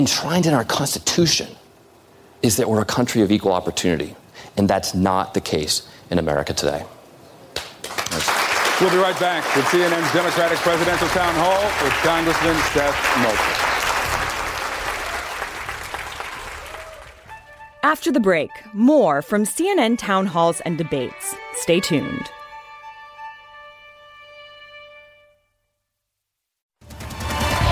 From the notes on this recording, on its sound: live town hall